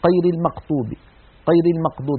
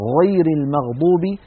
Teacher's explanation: بعض المناطق في الجزيرة العربية وخاصة في شرق الجزيرة العربية يخلطون صوت الغين بصوت القاف · Shown in: first take · Term: يشوبون صوت الغين بشيء من القاف